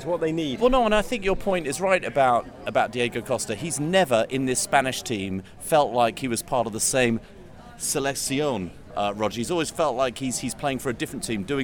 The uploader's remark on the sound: Live in the Minneapolis Airport. Emergency live pod from Minneapolis Airport.